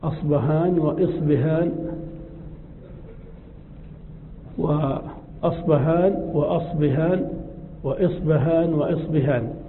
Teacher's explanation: أصبهان هذه مدينة في فارس بفتح الهمزة وكسرها وفتح الباء وكسرها